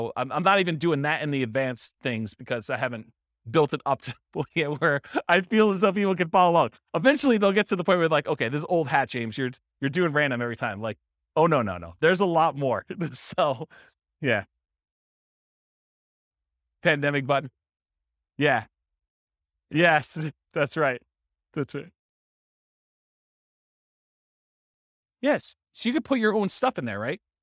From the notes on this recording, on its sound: This was a live class recorded